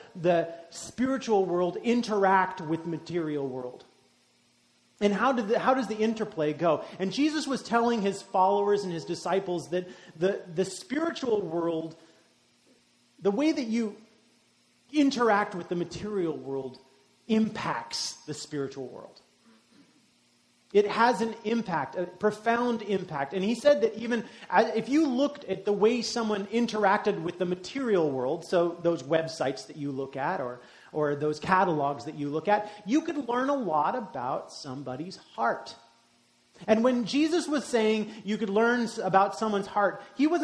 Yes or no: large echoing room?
yes